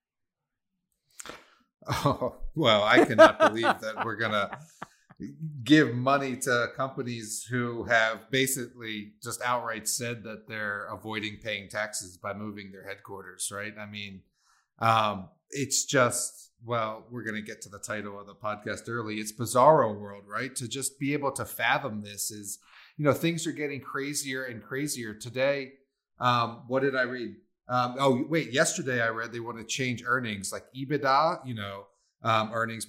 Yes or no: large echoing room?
no